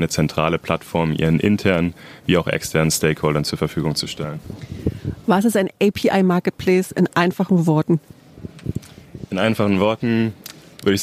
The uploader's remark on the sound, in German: In dieser Episode sind wir live auf der InsureNXT in Köln